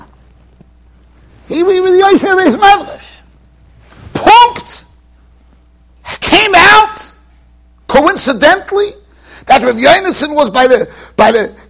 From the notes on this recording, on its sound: Shiur recorded in Yeshivas Ohr Reuven, Monsey NY.